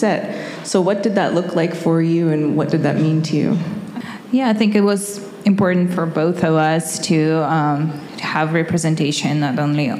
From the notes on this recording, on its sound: Our first ever PODCAST recorded LIVE WITH AN AUDIENCE... At BOX in Redwood City, Ca.